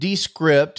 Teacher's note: And the thing that was interesting about Descript, which is how they pronounce it, by the way, they seem to put the emphasis on the first syllable